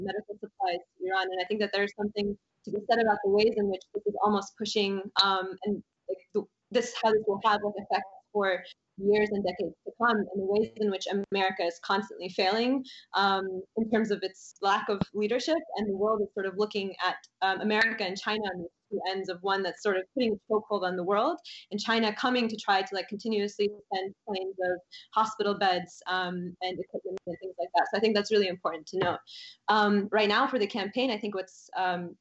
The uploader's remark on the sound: Based on personal and incisive conversations with various interlocutors on location. We will be speaking with our guests, one or several at a time, via Skype.